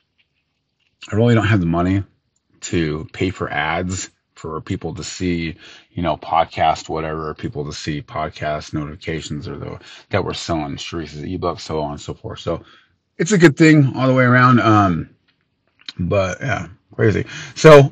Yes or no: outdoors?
no